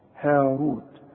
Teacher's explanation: الراء مضمومة وكل راء مضمومة مفخمة